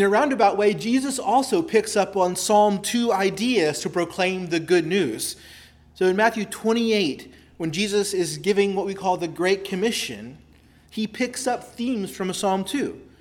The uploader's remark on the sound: preached at Christ Our Savior Baptist Church